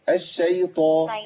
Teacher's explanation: ما قلتش الشيطة، الطاء عندي مفخمة